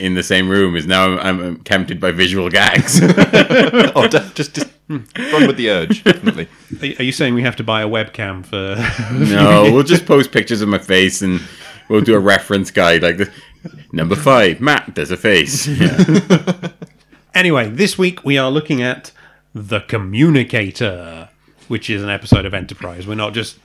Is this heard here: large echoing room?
no